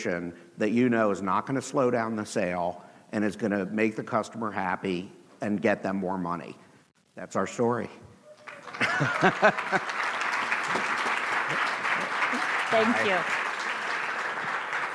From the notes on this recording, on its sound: with the audience at the HyperFast Sales Summit